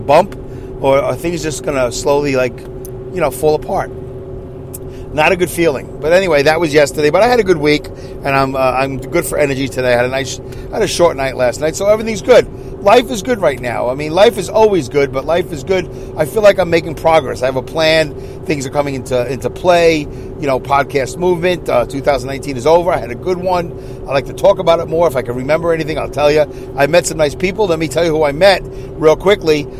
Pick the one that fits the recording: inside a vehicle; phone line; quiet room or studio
inside a vehicle